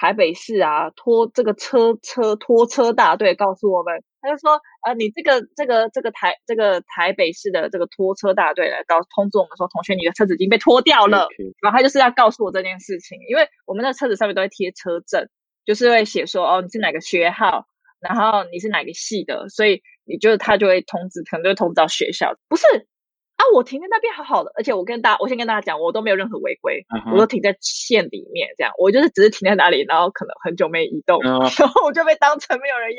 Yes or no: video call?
yes